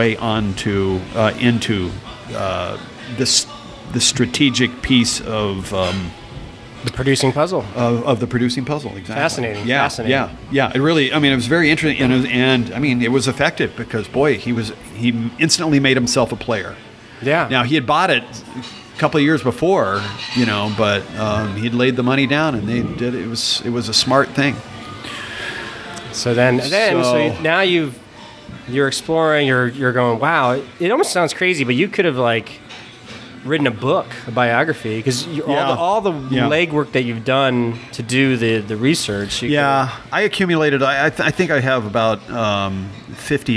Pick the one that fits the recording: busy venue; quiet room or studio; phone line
busy venue